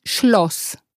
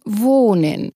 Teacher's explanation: Das offene O entspricht dem deutschen O in Schloss. Das geschlossene dem O in Wohnen.